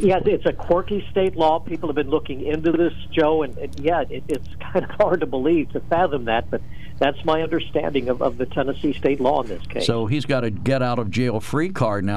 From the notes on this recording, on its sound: During open phones